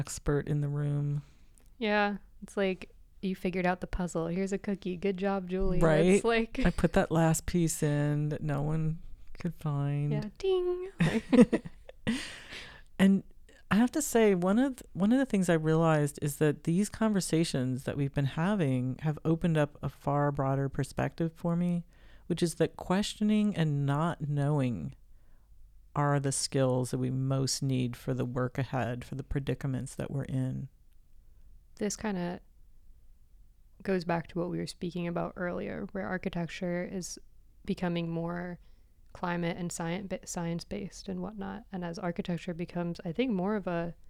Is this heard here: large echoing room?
no